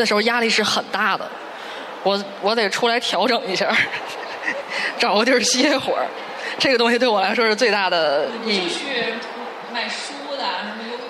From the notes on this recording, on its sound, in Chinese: 本期播客为《记者下班》首场线下听友开放麦录制，与天津万象城联合制作。现场还意外遇到了几位之前参与过节目录制的嘉宾朋友。